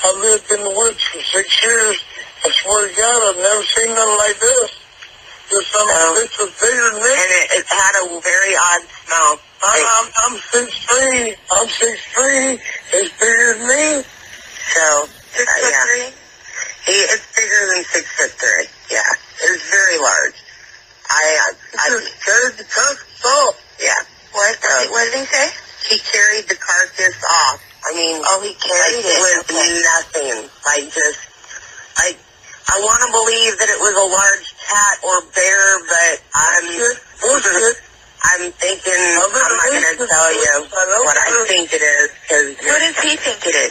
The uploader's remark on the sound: San Antonio police have released a 911 dispatch call reporting a Bigfoot sighting. The audio recording between a dispatcher and the homeless couple lasts more than eight minutes.